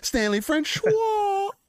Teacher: I like it because I can add that extra schwa at the end.